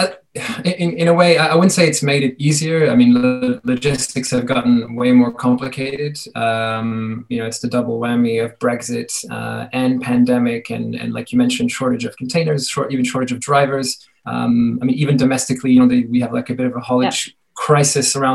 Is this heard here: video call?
yes